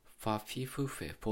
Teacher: 唇を使うのがめんどくさくなって、ちょっと唇が緩まってですね、ファフィフフェポっていう音になったと